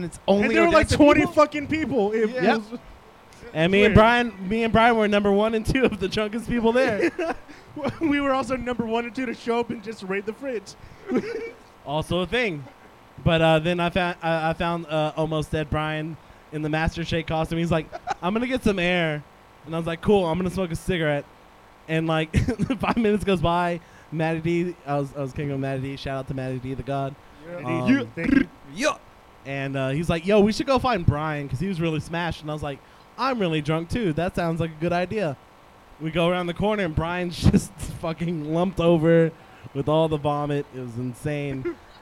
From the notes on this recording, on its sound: In this Live episode from 10 Sports Bar.